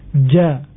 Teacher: Dilafazkan dengan membiarkan lidah berada di dasar mulut tanpa diangkat, sehingga suaranya tipis, ja. Dan yang namanya huruf ketika dia sudah bersifat dengan istifal, pasti dia berikutnya bersifat dengan infitah.